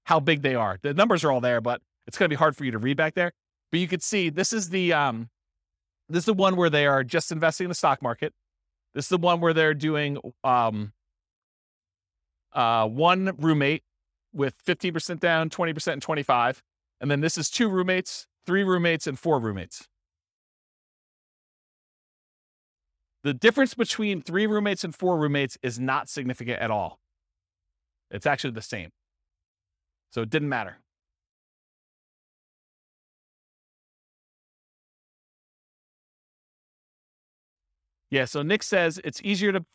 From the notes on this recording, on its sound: This was a live class recorded